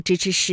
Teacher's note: 这个舌尖呢是要接触或者是接近硬腭的前端的 · Term: 翘舌音